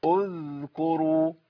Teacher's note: كاف مضمومه. طالما الكاف مضمومه يبقى انا هبدا بايه؟ بهمزه الوصل مضمومه